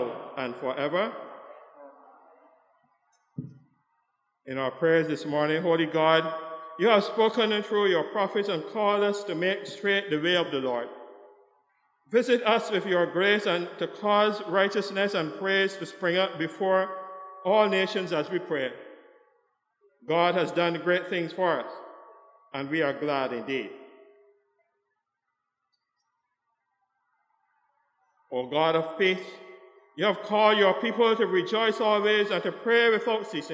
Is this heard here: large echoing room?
yes